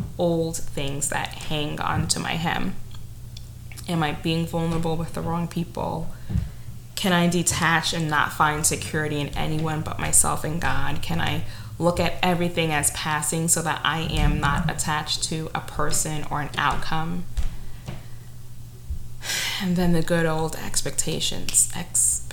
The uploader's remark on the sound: Yet another imperfect recording is that my upstairs neighbor was involved the entire time! The bricks on his feet and major movement.